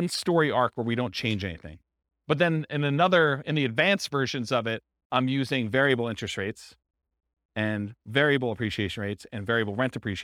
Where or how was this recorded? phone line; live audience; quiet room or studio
live audience